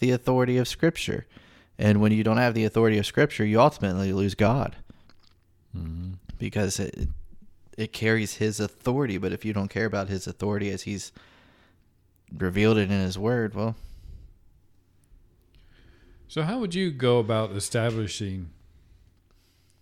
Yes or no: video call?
no